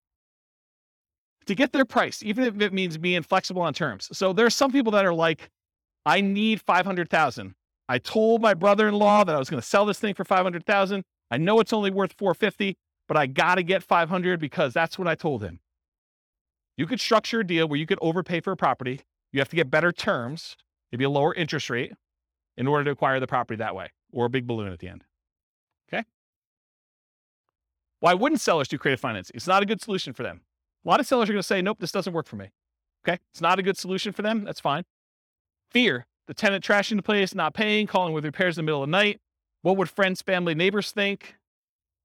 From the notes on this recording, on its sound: This was a live class recorded